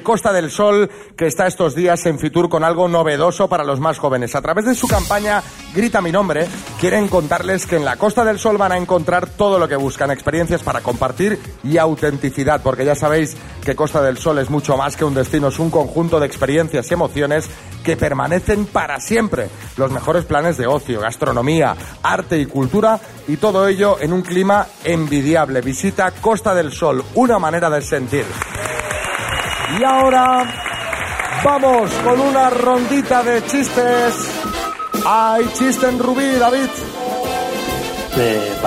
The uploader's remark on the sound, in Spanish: Las Mañanas KISS en directo desde MADRID. Este viernes hemos salido al exterior para hacer nuestro primer programa en directo del año, y el lugar elegido ha sido los Teatros Luchana de Madrid.